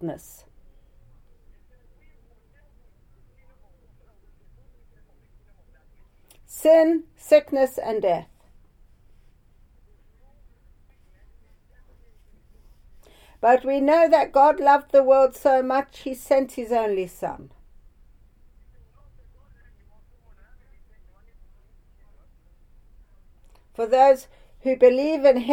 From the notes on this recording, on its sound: Speaking via phone to group in Sierra Leone.